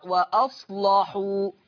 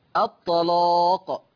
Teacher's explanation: حكم اللام التغليظ قولا واحدة، والسبب لأنها مفتوحة ومسبوقة بصاد ساكنة، ومسبوقة خلاص أو وقبلها صاد ساكنة.